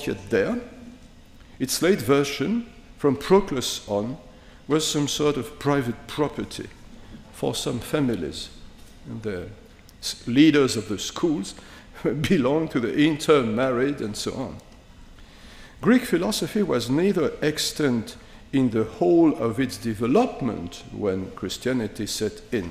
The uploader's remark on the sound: At the University of Chicago's Breasted Hall.